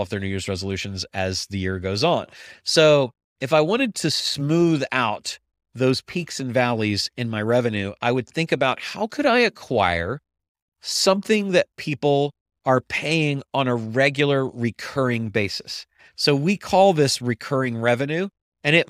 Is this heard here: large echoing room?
no